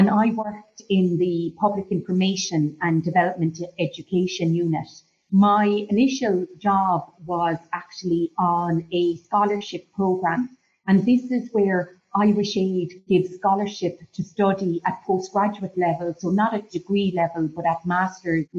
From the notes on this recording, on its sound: Live from the Vatican. The interview which was conducted via Zoom. Equipment supplied by Flux Learning Ltd.